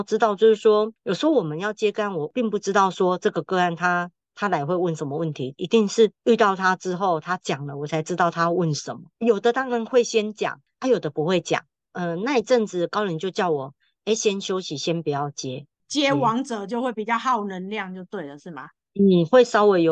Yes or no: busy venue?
no